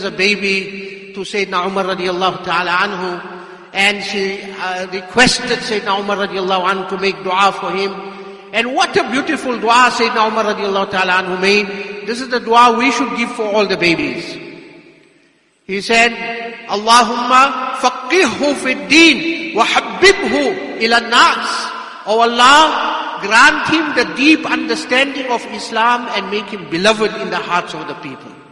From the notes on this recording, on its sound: Jumuah lecture